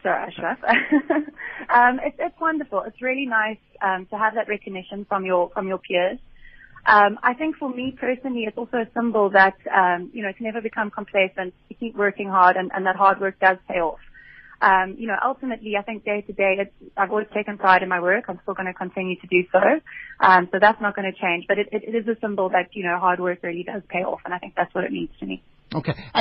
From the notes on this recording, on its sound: GUEST (Phone).